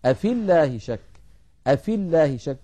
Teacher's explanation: أفي الله شك، أفي الله شك، التقى ساكنان، الأول ياء ساكنة في آخر الكلمة الأولى وأول الكلمة الثانية ساكن، وهو اللام الأولى من اللام المشددة من لفظ الجلالة، فنسقط الياء من كلمة أفي من اللفظ، فنقول أفي الله شك، أفي الله شك بإسقاط الياء لفظا، هذا في حالة الوصل.